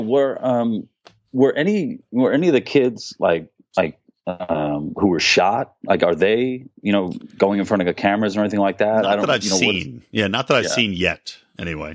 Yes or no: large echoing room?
no